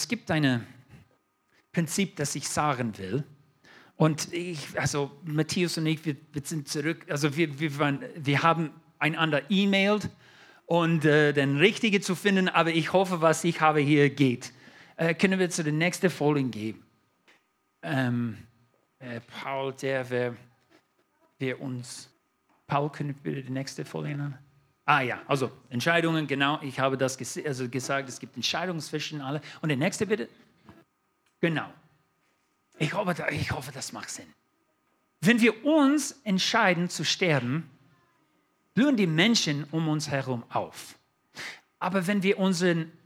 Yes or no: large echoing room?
yes